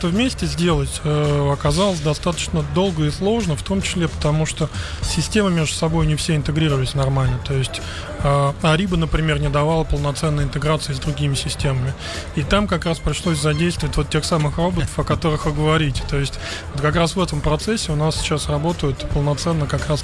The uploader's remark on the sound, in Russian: Делимся свежими записями интервью с конференции TECH WEEK-2023!